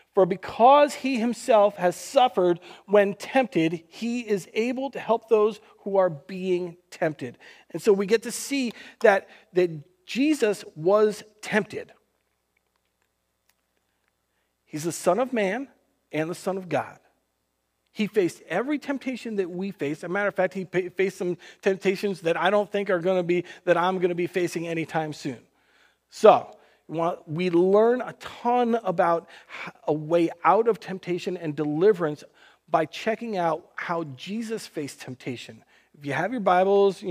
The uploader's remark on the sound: Recorded on June 28th, 2020 at Word of Life Church in Le Sueur, MN.